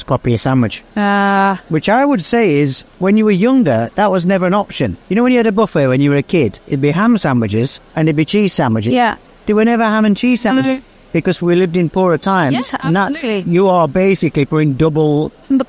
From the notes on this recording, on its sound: We sound a little different on today's episode of 'Husband & Wife Sentenced to Life' because we recorded in the mall (Ibn Battuta) in-between drop-offs & pick-ups.